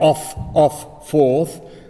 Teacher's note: sprung rhythm is achieved in line 5 with off, off, fourth, where he has three stressed words without intervening syllable